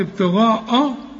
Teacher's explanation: الغين بقى اعلى درجات التفخيم